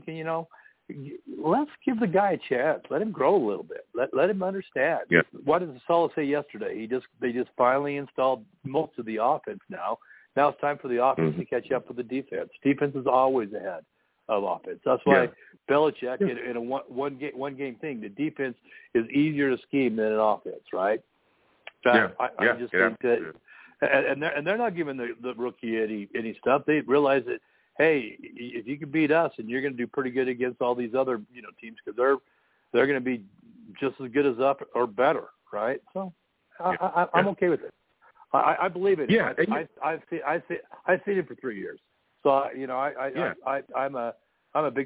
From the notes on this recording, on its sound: I take live callers!